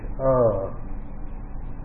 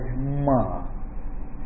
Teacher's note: first sound that comes from the throat is A, and then the last one emanates as M. So A and M, and the process in between, all the modulation that goes on is designated by the sound oo.